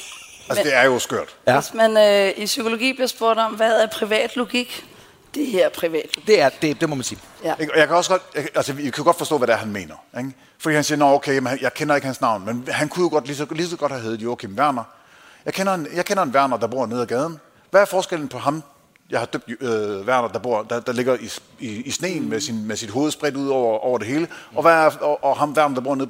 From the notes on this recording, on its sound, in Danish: Live fra Århus Musikhus